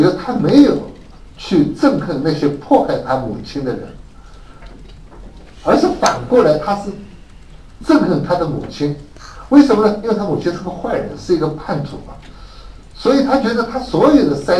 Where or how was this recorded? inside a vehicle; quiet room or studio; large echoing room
large echoing room